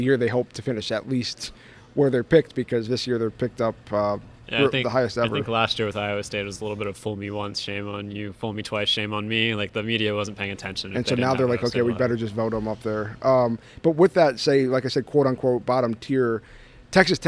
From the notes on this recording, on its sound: On the first day of Big 12 Media Days. At AT&T Stadium.